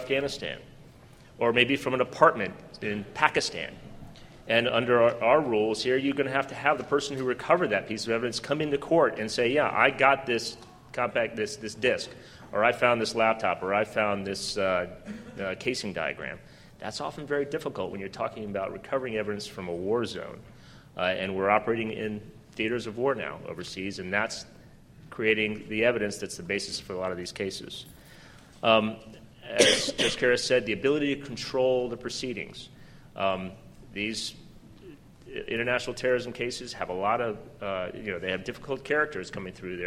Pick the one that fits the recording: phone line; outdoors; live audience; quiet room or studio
live audience